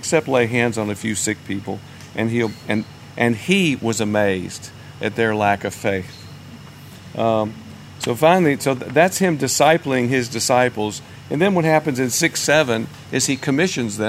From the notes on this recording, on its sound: recorded on the shores of the Sea of Galilee